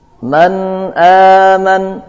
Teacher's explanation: dinamakan dengan izhar halki, karena huruf ini keluar dari halq, leher